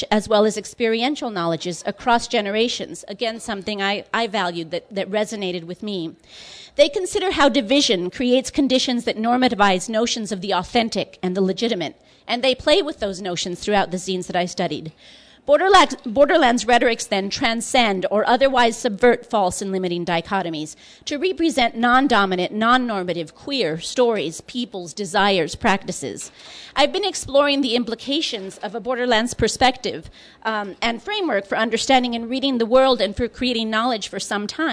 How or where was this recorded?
live audience